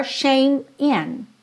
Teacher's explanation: você pode juntar shame in, juntando direto no M